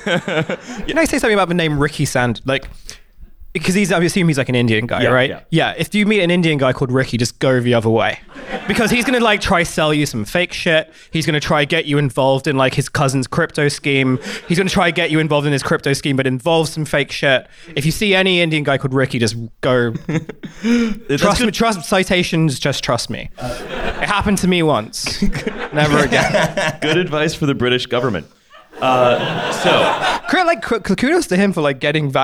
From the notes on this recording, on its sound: TF Live in Berlin. We did a live show in Berlin on March 11 and we recorded it.